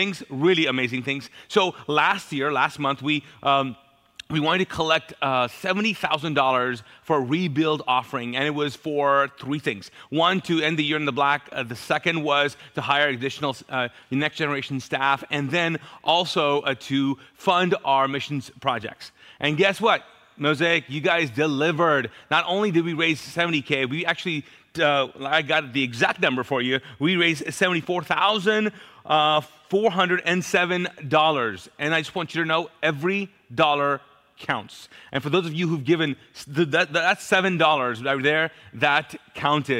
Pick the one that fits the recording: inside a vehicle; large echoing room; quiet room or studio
large echoing room